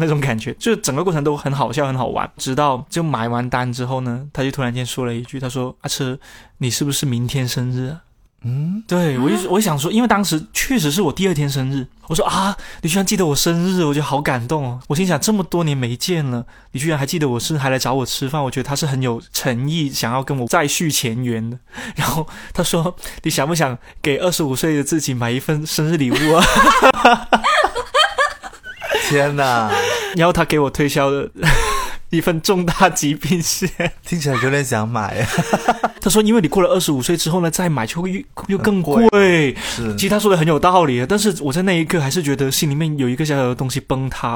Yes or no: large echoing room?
no